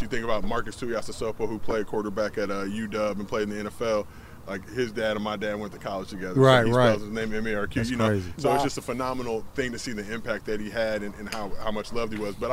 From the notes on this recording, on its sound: At the driving range to hit some golf balls.